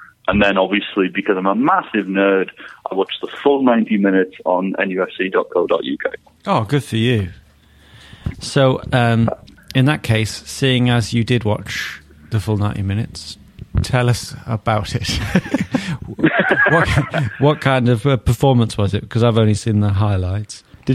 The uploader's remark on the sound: on the phone